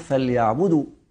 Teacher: النبرة لا تشتد عند الدال دو